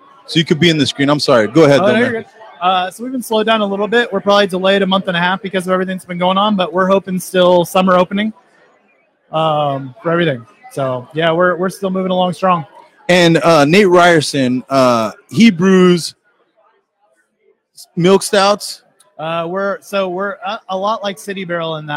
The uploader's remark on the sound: We were live at City Barrel